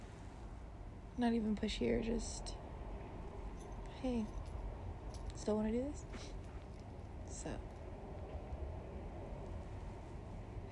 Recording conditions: sounds in the background